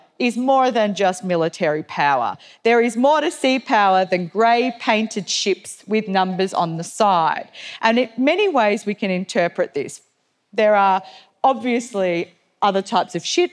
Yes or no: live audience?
yes